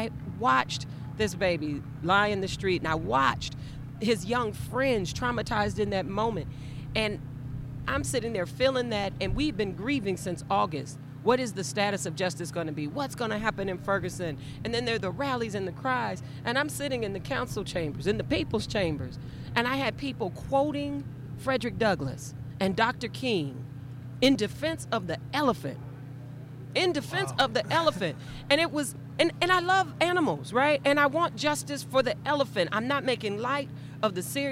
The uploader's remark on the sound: This is a 2015 recording of participants at an Oscar Grant Rally held at the BART Fruitvale Station site in Oakland, CA.